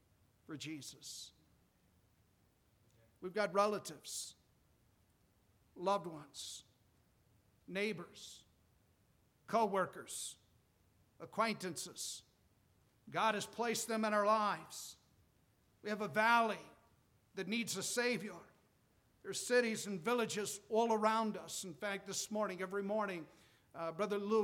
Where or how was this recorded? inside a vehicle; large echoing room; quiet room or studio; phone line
large echoing room